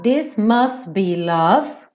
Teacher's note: aqui ele também não fala must be, ele come o T